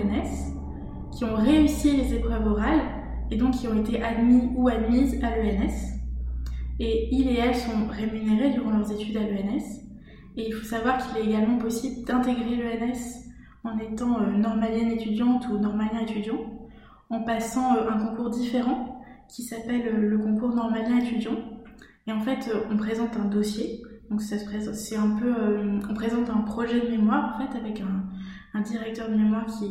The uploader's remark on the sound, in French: Nous avons enregistré cet épisode en plein déménagement de mon appartement qui était alors presque vide, aussi nos voix résonnent quelque peu, je vous prie de m'en excuser !